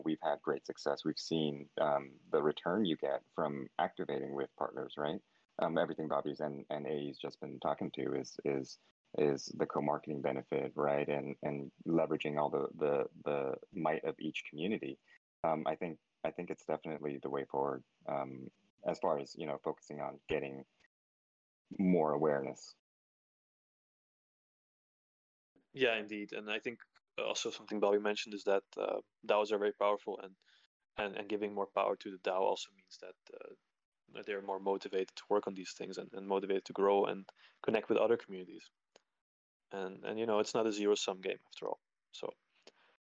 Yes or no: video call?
yes